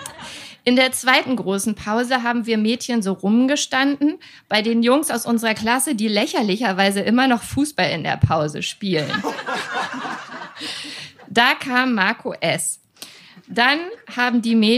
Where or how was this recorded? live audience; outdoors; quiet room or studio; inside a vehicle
live audience